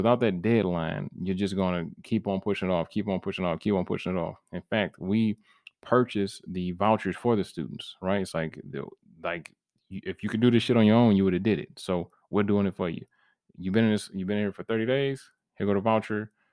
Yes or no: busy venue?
no